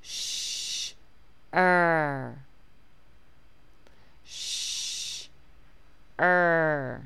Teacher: When you say the sh sound, you should feel that your tongue is slightly curling back. Then we're dropping into the er sound, which means that your jaw is dropping lower while your tongue remains curled back